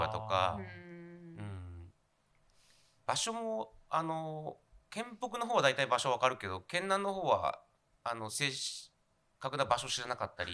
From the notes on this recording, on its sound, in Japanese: はじめてのオフライン収録につき、音声が小さめです。ごめんなさい！！